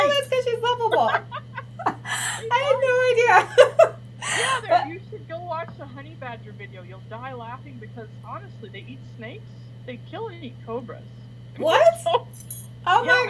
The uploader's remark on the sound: We had a few recording difficulties